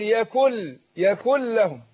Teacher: النون عندنا ساكنة وبعدها اللام إدغام بغير غنة فبضغم النون في اللام بتروح النون كلها خالص.